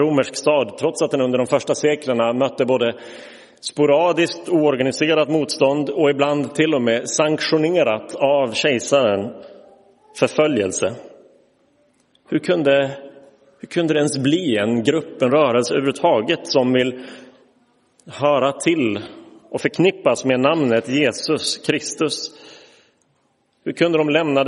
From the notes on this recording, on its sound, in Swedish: Inspelad i Roseniuskyrkan den 9 april 2023.